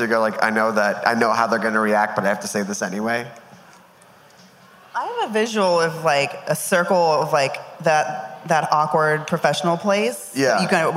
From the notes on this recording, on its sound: We've got a live episode of the show taped at Los Angeles' fourth annual EastSide Food Festival